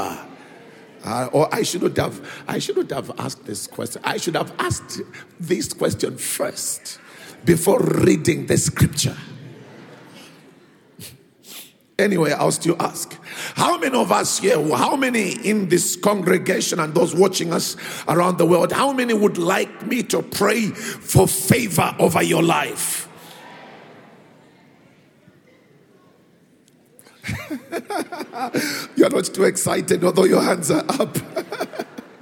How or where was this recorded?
live audience